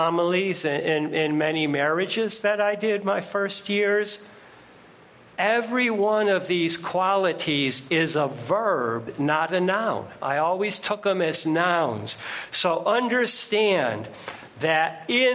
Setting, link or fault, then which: setting, large echoing room